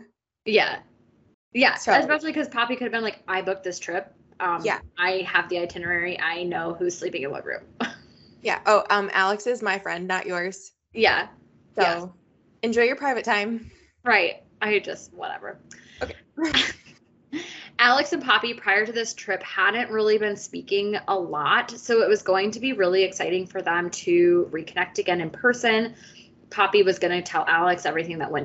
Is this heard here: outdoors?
no